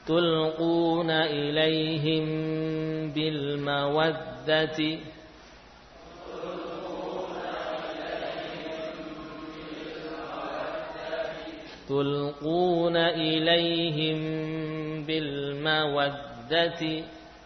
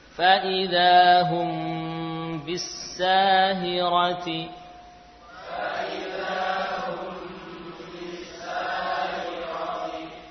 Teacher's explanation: Yang jelas bila ada mim sukun bertemu dengan ba, bacalah dengan memanjangkan gunnah. · Term: ikhfa syafawi